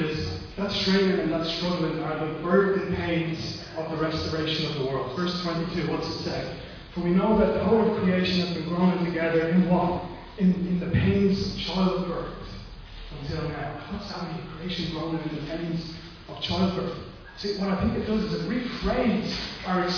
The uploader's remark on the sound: Recorded live at Liberty Church on 5th July 2020